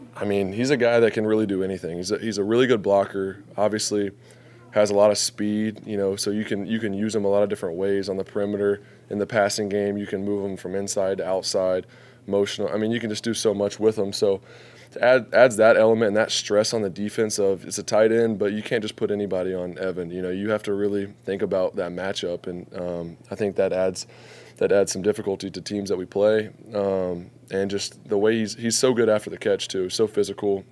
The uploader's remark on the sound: Postgame Press Conference